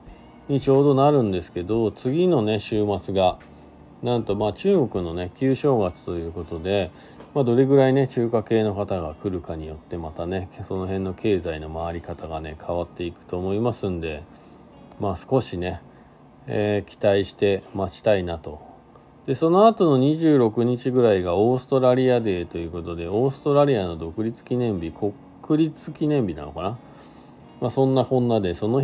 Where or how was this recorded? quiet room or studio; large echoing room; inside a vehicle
inside a vehicle